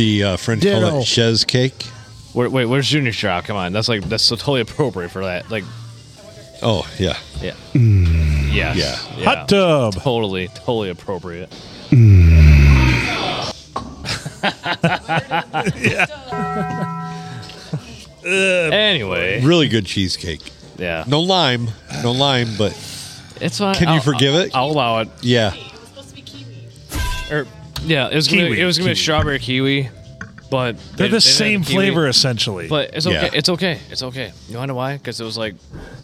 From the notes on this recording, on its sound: Recorded under a cloud at Thumbs Up in lovely downtown Croswell.